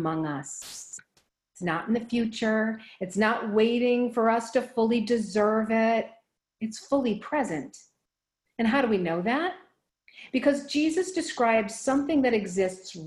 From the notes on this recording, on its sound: Recorded live in Zoom.us